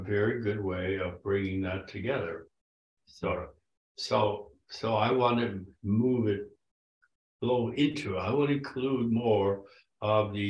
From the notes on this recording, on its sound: at the 2023 Virginia Satir Global Network online conference